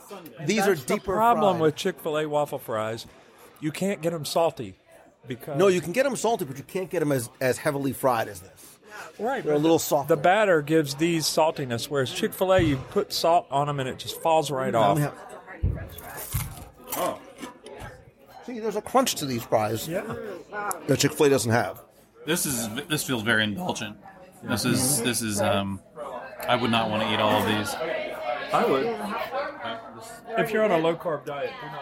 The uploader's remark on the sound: At the table in The Wave of American Flavors at Disney’s Contemporary Resort for a LIVE dining review. We sit down for lunch.